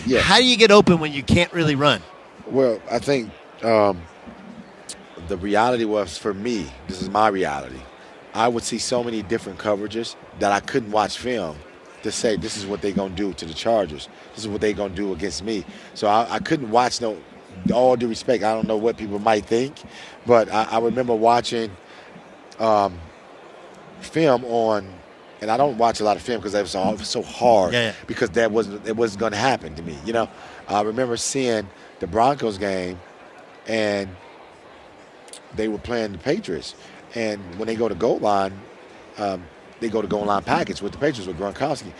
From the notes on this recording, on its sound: on Radio Row at Mandalay Bay in Las Vegas